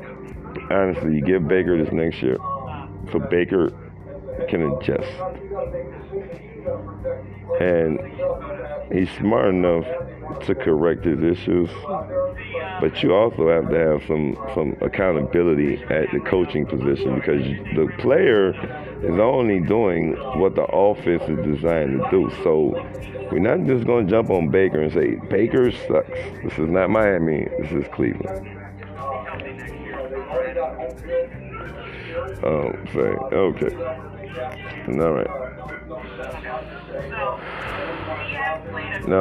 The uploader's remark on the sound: sorry my head phone mic sucks.